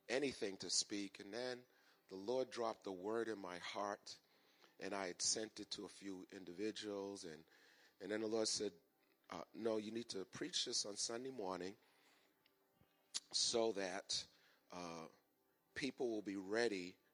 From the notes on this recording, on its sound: Recorded on 2017-02-26 at the 08:30am Service.